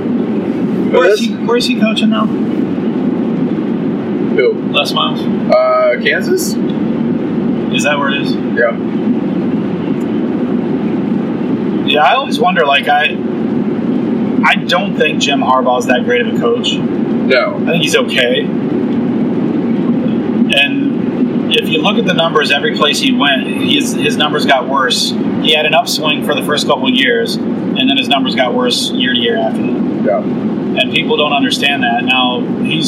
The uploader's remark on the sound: During the ride.